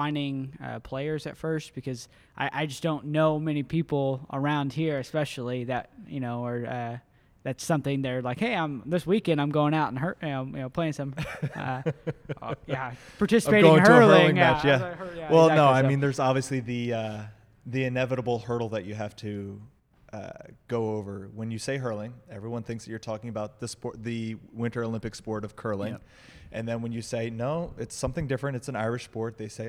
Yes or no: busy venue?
yes